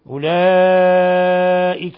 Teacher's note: أولئك مد متصل لاتصال الهمزة بحرف المد في نفس الكلمة، يمد من 4 إلى 5 حركات أيضا.